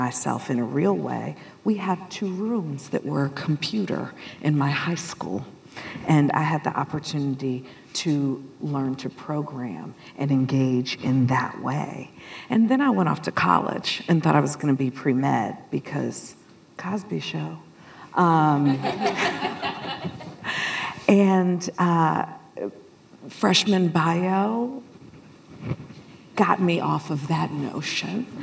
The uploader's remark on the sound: Live from WiDS 2023.